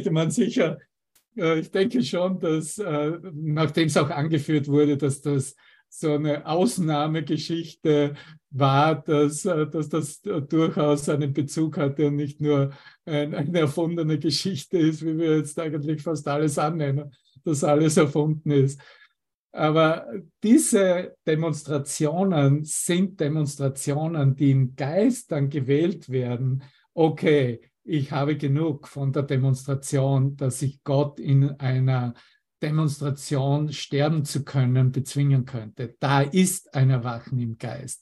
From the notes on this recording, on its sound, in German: Zoom-Session. Veranstaltet von der Aleph Akademie.